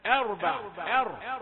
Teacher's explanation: همزة رقيقة وراء مفخمة